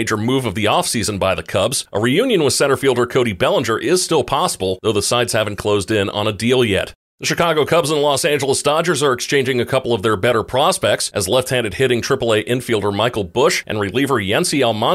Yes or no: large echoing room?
no